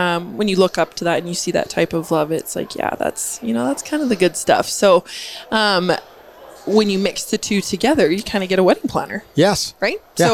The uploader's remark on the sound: This podcast episode was recorded live at GO WEST® 23 and produced by Road 55 . Canada's Event For Event Professionals.